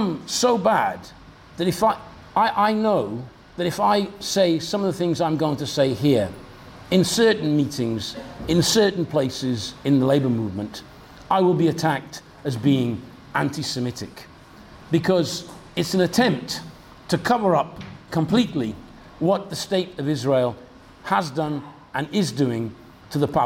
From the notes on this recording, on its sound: talk from Revolution Festival 2019